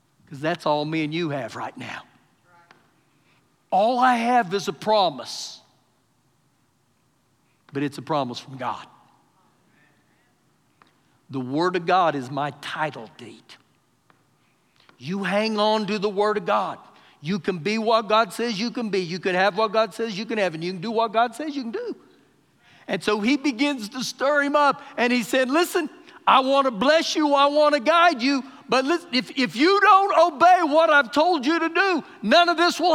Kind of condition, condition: setting, large echoing room